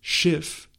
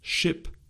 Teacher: The last sound in the German word Schiff is a fricative, while the sound in its English equivalent Ship is a plosive.